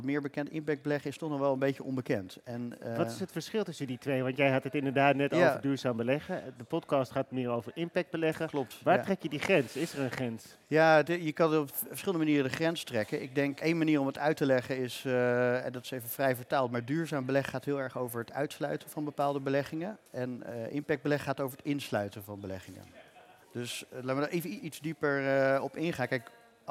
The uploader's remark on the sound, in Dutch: live vanaf het cardano-podium op Fund Seminar 2023